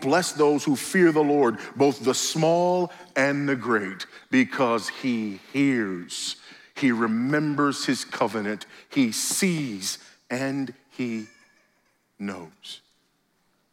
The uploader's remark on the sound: at the IOPT pre-conference event before the Founders "The Only God" national conference in Southwest Florida